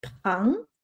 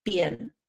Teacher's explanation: la P tiene un poquito más de aire que la B. No es una B española, sino una P también.